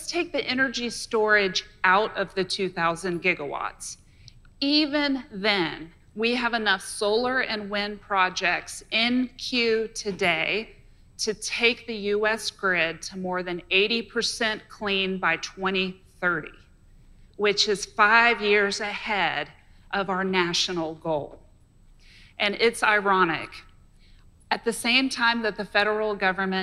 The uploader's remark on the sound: At a recent talk at the Esri User Conference before an audience of data scientists, geographers, and innovators.